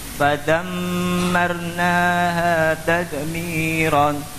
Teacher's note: sempurnakan gunah pada mim